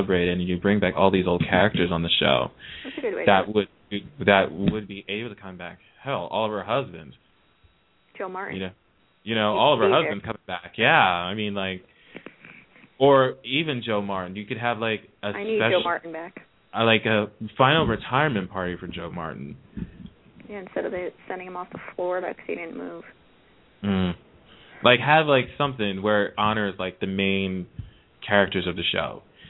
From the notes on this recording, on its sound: we open the phone lines to the fans